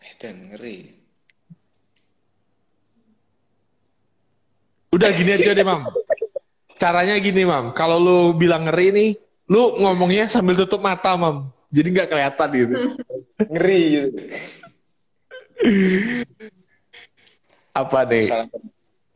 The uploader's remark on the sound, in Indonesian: Sebuah percakapan antara 3 insan manusia yang di lakukan secara Live di Intagram.